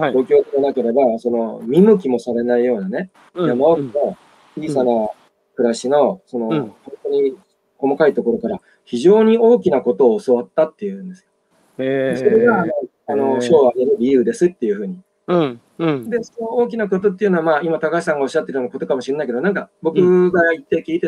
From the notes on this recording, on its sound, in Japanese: 歩きながら1時間、対談する